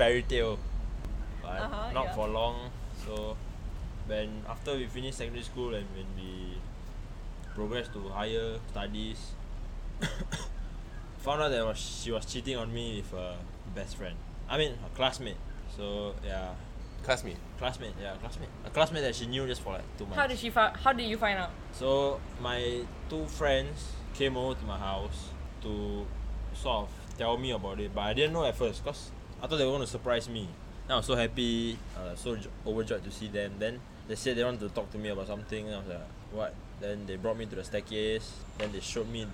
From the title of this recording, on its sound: First podcast and we are outdoors ?!